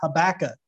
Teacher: Habakkuk, or as I've heard some say, Habakkuk, or as I learned growing up in West Odessa, we just dropped off the last K and called it Habakkuk.